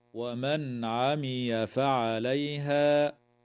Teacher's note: تظهر النون الساكنة عند العين